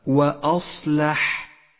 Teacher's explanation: فالهمزة مرققة والصاد مفخمة واللام مرققة وكذلك الحاء